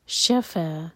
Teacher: شا ایک حرف کا اور فا دو حرف کا لمبا